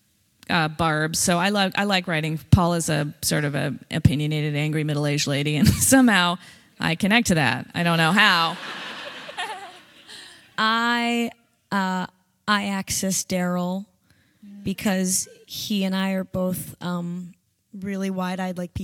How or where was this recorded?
live audience